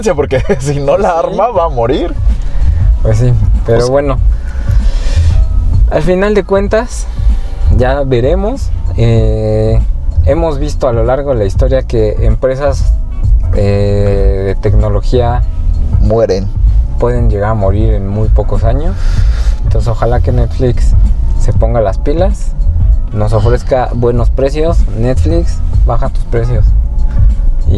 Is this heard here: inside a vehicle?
yes